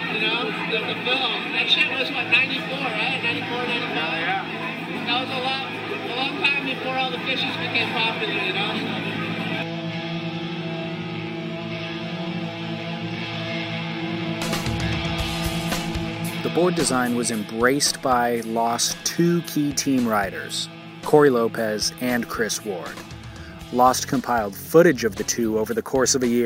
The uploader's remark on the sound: This episode was recorded at The Boardroom Show.